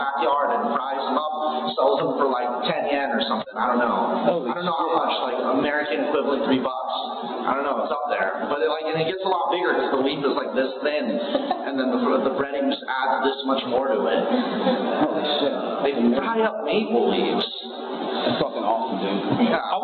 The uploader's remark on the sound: I know the sound is shit, I'm still figuring things out